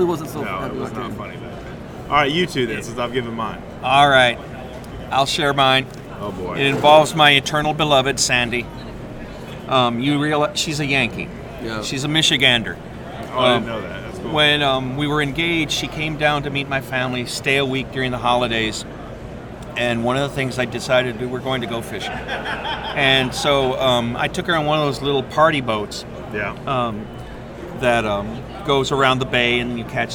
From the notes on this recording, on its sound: Live from the Houston Fishing Show. This podcast was recorded live at the fishing show in the middle of the action.